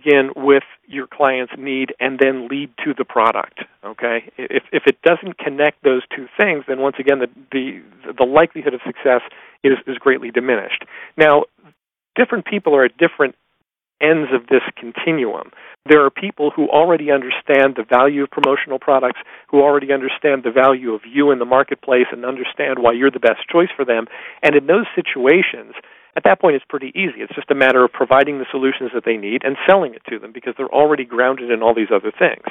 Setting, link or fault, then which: link, phone line